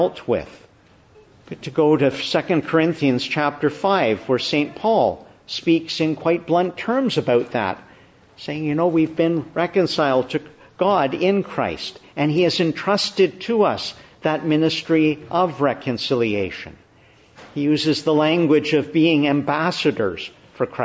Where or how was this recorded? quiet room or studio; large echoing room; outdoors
large echoing room